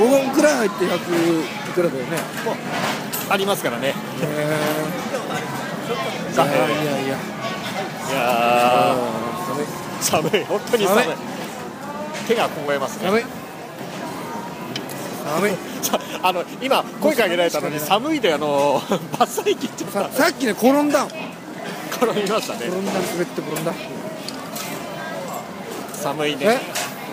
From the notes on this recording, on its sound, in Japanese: 本日の放送は、敵情視察も兼ねて仙台の繁華街にて収録です。